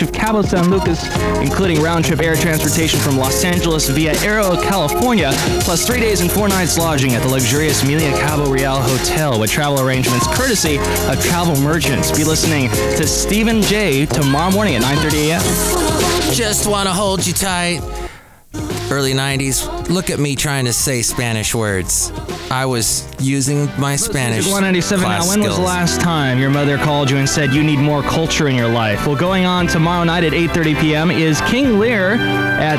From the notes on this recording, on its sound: podcasts live from Café Anyway